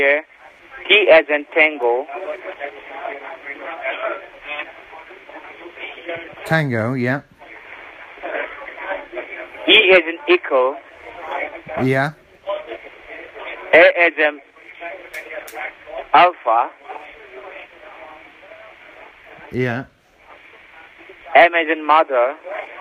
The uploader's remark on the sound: Scam Call Not From BT. Sometimes I'm lucky enough to get a phone call from a scammer.